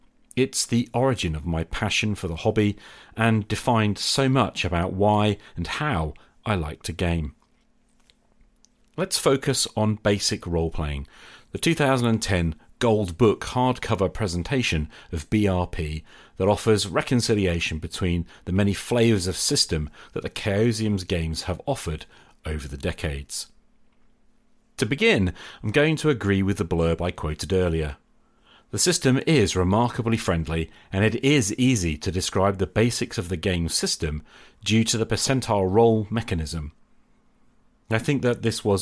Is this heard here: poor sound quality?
no